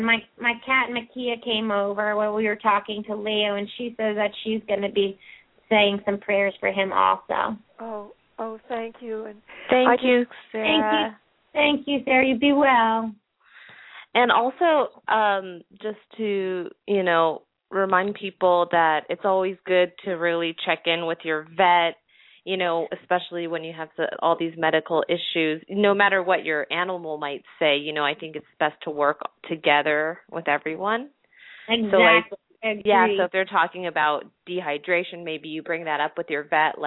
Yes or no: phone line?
yes